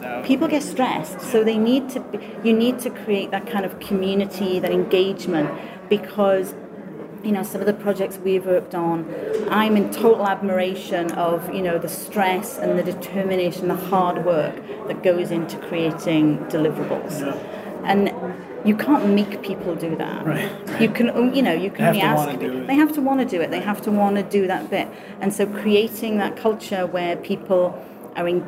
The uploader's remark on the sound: A Field Trip to the Port Authority of New York and New Jersey Conference. I am bringing you with me to the Port Authority of New York & New Jersey Conference where I will be talking with several guests.